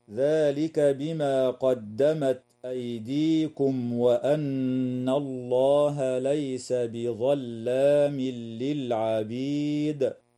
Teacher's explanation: الميم الساكنة في كلمة أيديكم وقعت قبل حرف الواو، فحكمها الإظهار الشفوي، والنون المشددة في كلمة وأن حكمها الغنة وصلا ووقفا، ويدغم التنوين في اللام من غير غنة في قوله تعالى: ليس بظلام للعبيد.